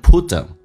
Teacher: TH 不发音。所以 put 跟 them 就可以说成 putthem， T 变成 D 要浊化 · Term: 击穿